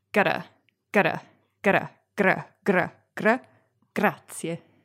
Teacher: As you say it faster, you can hear the T becoming the Italian R. · Term: flicked R